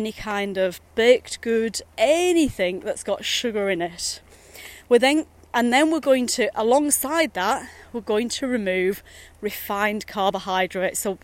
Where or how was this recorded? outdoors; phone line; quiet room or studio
outdoors